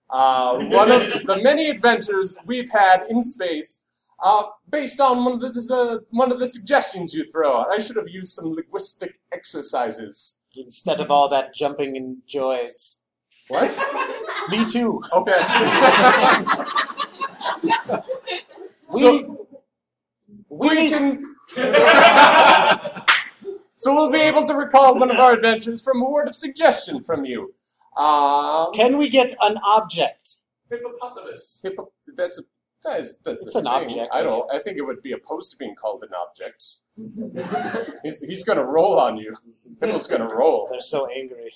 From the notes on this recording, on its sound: Recorded live in front of an audience at HUGE Improv Theater in Minneapolis, MN.